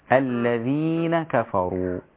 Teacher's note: خلي التركيز على الياء المادية قبلها وليس على النون